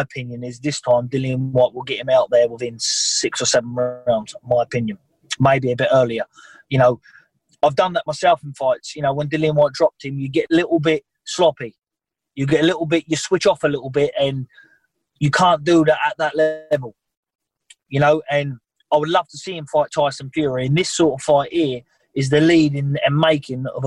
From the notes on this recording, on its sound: via Zoom